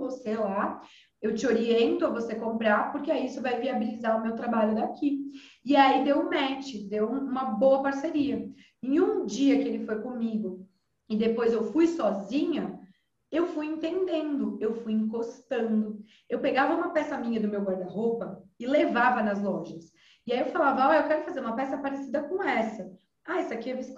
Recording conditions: video call